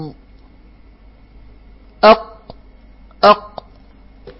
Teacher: القاف التي تخرج من أقصى اللسان مع ما يحاذيه من الحنك الأعلى